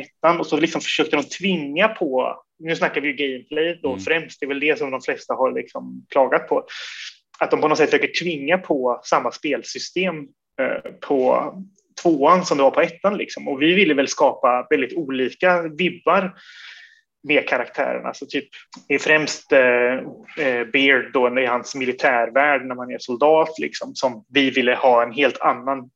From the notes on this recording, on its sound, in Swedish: Intervjun är genomförd via Zoom.